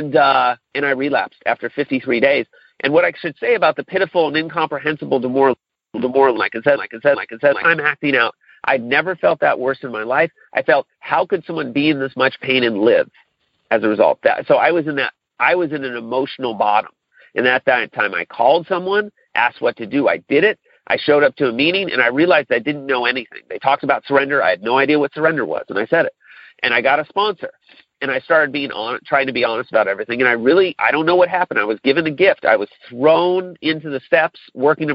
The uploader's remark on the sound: Monday Noon Phone Speaker Series